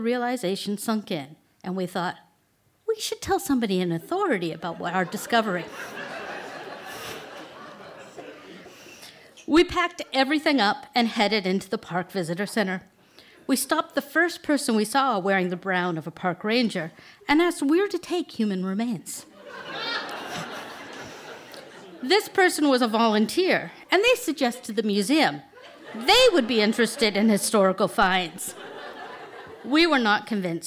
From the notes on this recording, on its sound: At the tenx9 mic in the black Box. Tenx9 is a live storytelling event. It began in Belfast in 2011 in the Black Box.